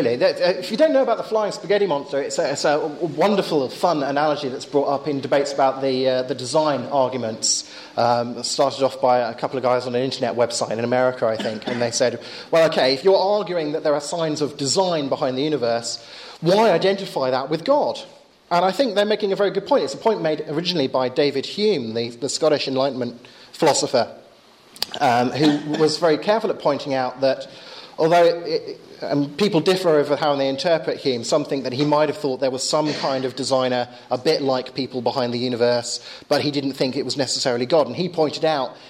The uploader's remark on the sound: Lecture with Q&A at Exeter School (June 13th 2011).